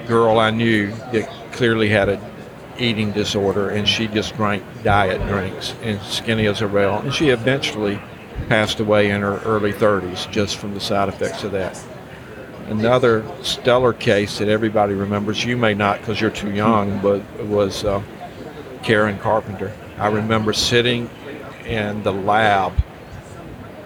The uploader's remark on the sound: live from Smilecon